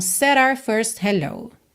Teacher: É muito comum essa palavra our, nosso, nossa, ser reduzida ao som da letra R, o nome da letra R, R, R.